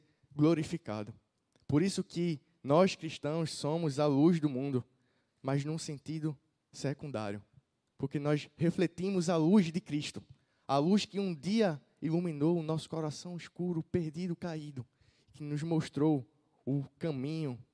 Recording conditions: large echoing room